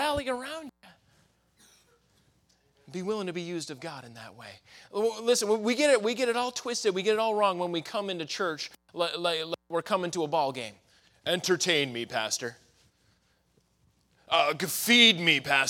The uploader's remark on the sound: in the Sunday Evening Service on May 7, 2023, at Victory Baptist Church in Boonsboro, Maryland